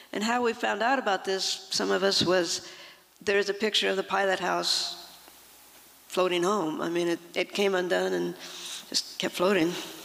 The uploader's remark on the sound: From the 2023 FisherPoets Gathering, a set of performances from the Liberty Theatre. At the Liberty Theatre in Astoria, OR as part of the FisherPoetry Archive Project.